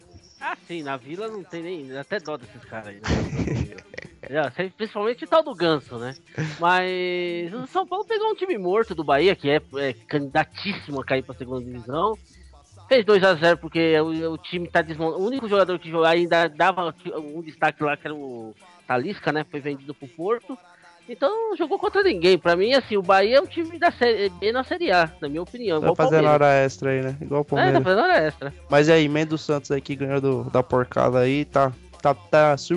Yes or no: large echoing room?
no